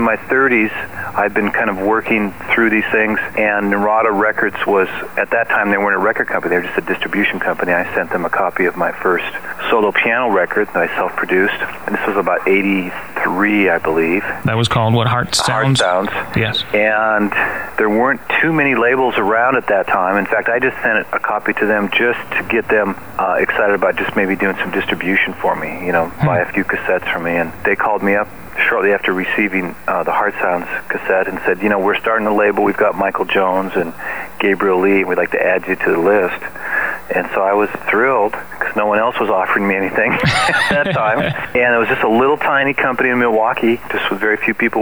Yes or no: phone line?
yes